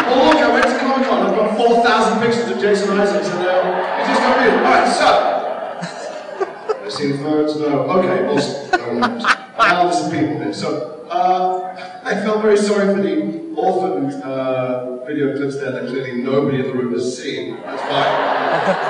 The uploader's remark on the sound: An abbreviated Day 3 at Salt Lake Comic Con FanXperience 2016 brings an entertaining panel